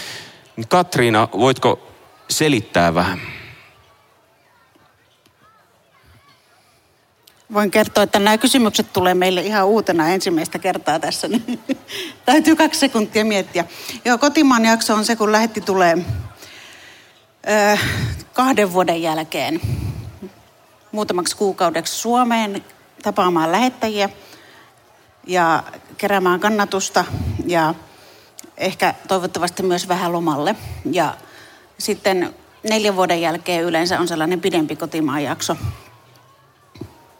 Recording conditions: live audience